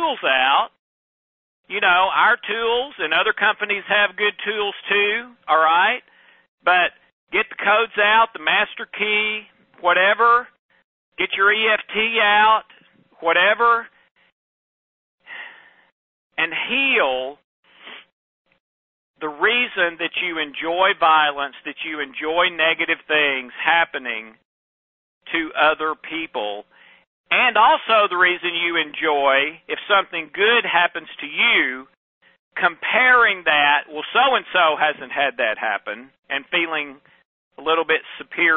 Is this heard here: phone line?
yes